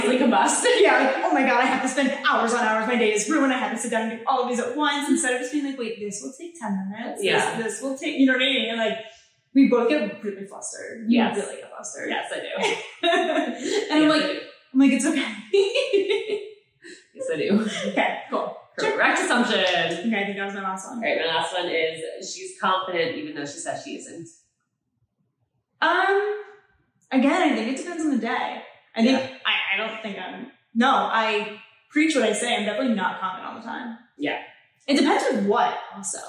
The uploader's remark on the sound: We lost the mic audio